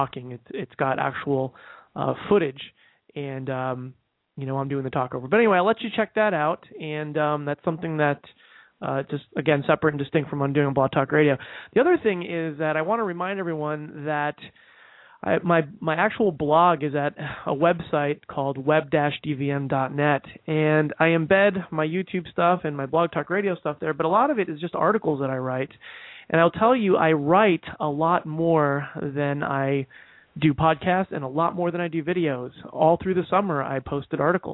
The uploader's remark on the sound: takes live calls